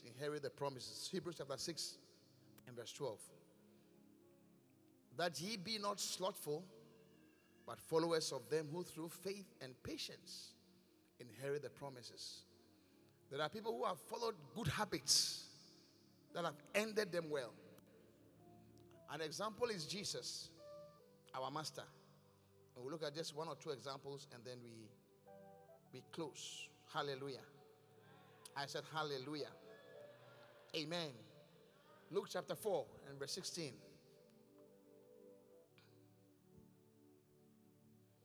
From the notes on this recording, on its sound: Preached at The Qodesh